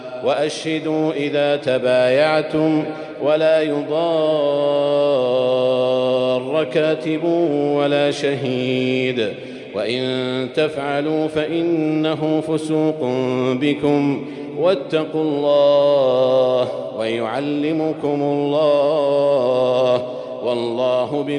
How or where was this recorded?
large echoing room